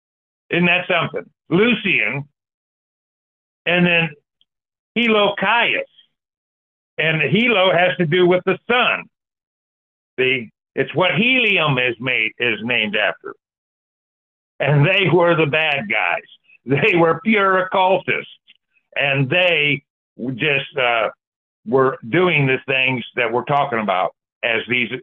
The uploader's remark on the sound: Sunday Call In Bible Study January 14, 2024